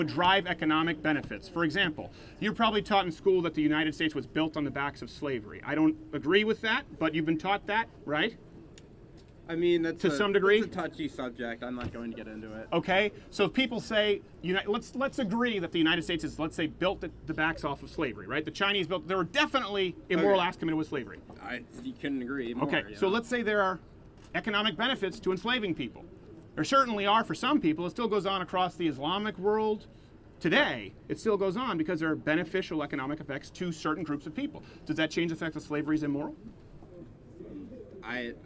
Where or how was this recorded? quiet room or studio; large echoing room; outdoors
outdoors